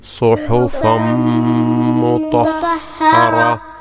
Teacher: ഒരു ചെറിയ ഒരു ഹ ഉച്ചരിച്ചുകൊണ്ട് അതിന് സുക്കൂൻ നൽകിക്കൊണ്ട് വഖഫ് ചെയ്യുക